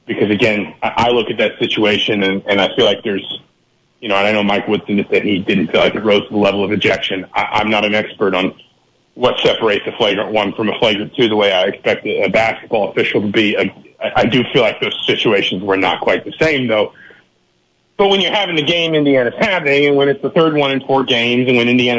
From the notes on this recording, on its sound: Guest line over the phone.